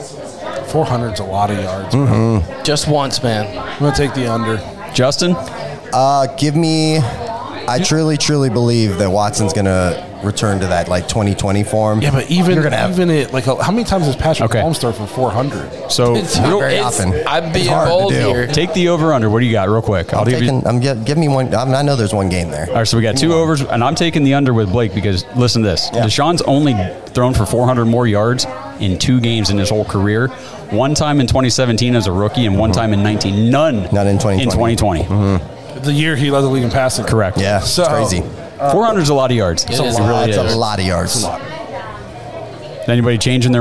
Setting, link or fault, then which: setting, busy venue